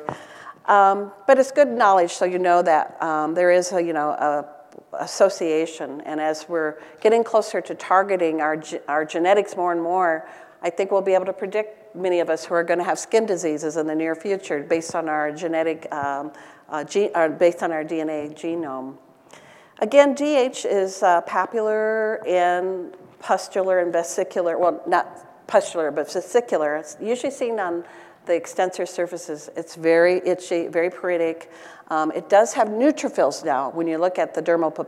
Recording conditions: large echoing room